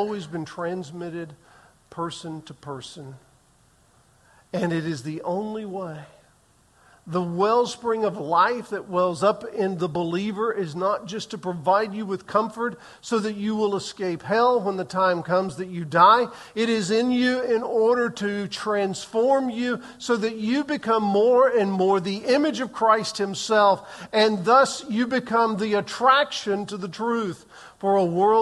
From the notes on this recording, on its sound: Recorded on June 11, 2023 in the 8:15 am Worship Service